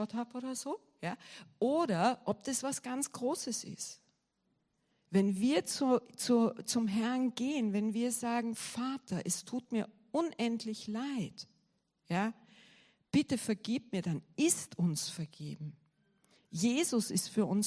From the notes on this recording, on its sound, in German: Gottesdienst live aus der LIFE Church Wien.